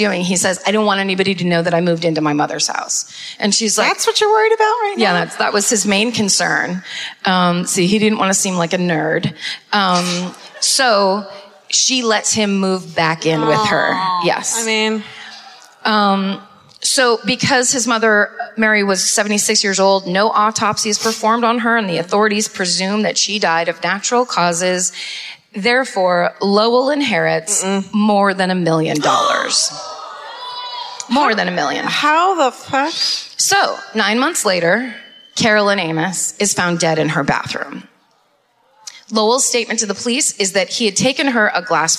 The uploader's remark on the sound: Live at the Fillmore in Detroit, MI (2017)